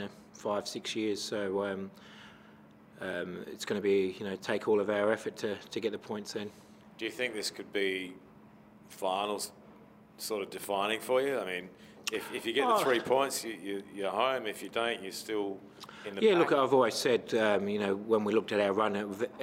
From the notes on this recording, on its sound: Post-Match Press Conference | Adelaide United v Macarthur FC.